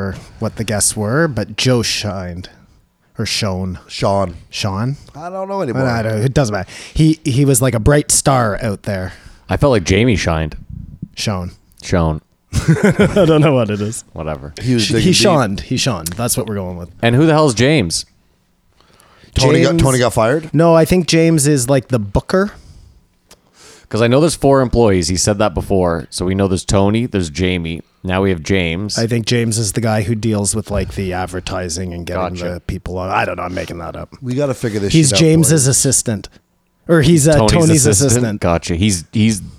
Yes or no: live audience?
no